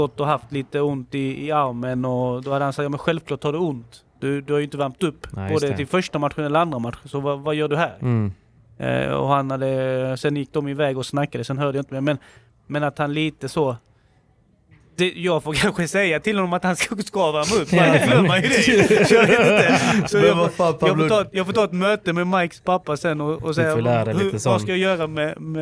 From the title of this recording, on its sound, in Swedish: Live från Euro Finans Invitational